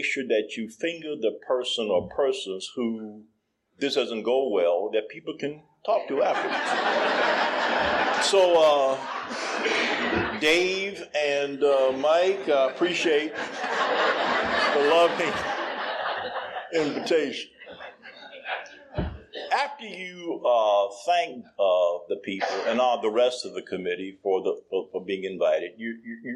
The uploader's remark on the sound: tells his story at the 44th Annual Oceanfront Conference held in Virginia Beach Virginia